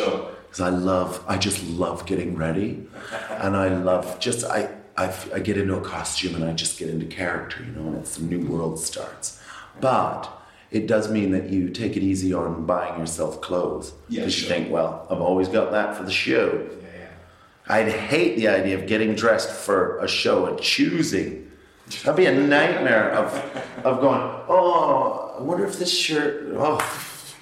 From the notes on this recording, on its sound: Recorded backstage at The Junction, Cambridge (that's why it's all reverbie)